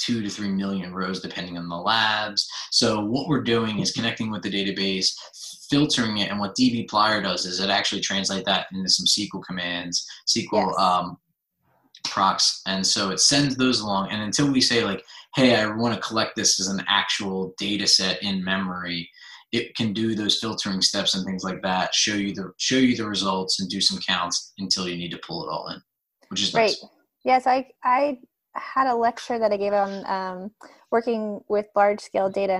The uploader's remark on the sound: This episode was a Zoom video (not just audio!).